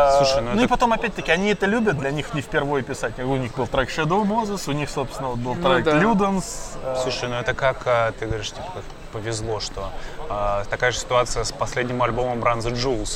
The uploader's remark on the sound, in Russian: Этот выпуск, как в старые-добрые времена записан в баре. Точнее на веранде.